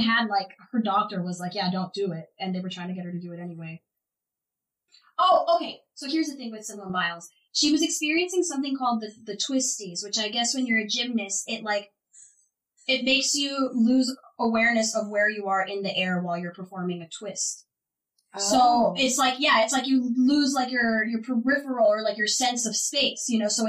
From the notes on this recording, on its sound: Please accept our apologies for the audio quality of this episode! One of our microphones malfunctioned in the beginning of the recording.